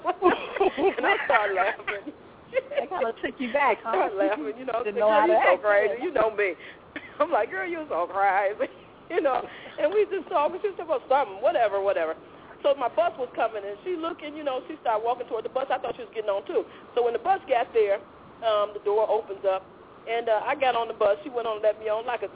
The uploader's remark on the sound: Opens Up The Phone Lines